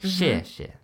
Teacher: that's a fourth tone and a neutral tone